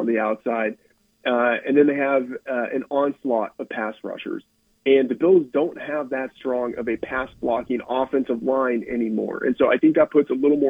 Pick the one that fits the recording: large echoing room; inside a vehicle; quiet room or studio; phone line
phone line